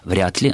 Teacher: Все-таки это слово нужно произносить с глухим «т» на конце, хотя формально там идет звонкий согласный «л», и вроде бы должно происходить озвончение, но все орфоэпические словари рекомендуют как правильную форму «вряд ли» на «вряд ли».